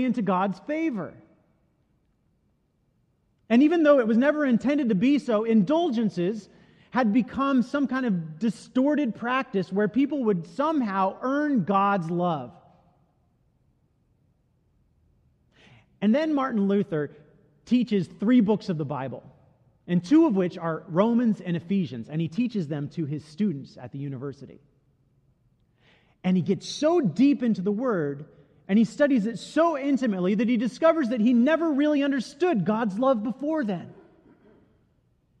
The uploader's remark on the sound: Delivered during the the Gathering Worship service.